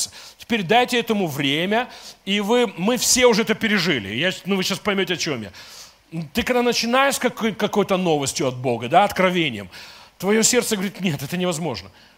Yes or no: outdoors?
no